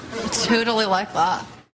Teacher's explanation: That's when your vocal folds start kind of vibrating a little slower than they would for like all your voice. · Term: vocal fry